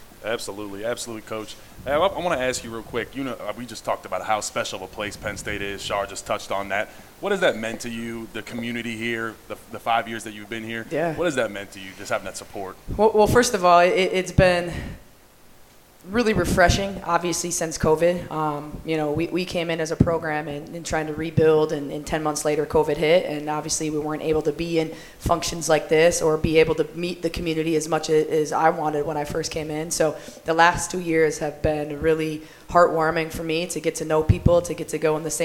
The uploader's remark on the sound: Our first show, held live at Cafe 210 in downtown State College